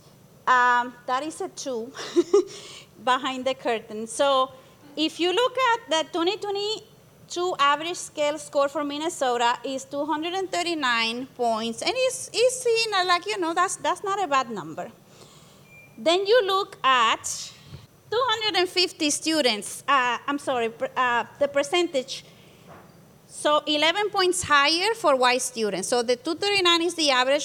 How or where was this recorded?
busy venue